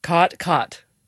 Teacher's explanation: there you have what's called the cot merger, or in linguistic circles, the low back vowel merger, which is sort of the biggest marker of Western speech.